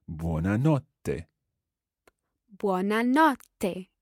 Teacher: with that double T sound in there, try to bounce on it